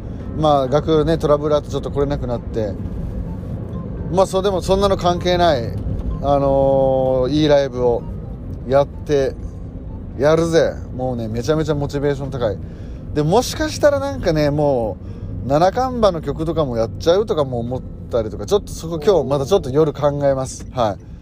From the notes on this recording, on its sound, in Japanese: ボイスメモでの録音。